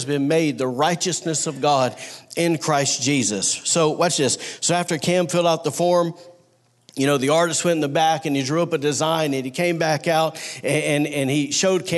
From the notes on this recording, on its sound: Was recorded on Sunday, November 17, 2019, during service at The Anchor Church in Rockport, Maine.